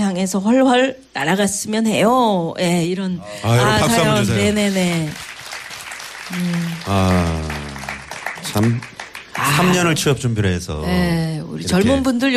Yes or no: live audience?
yes